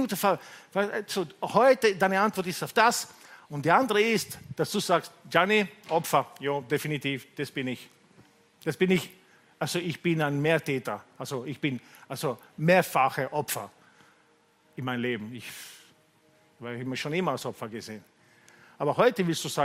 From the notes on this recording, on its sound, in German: Gottesdienst live aus der LIFE Church Wien.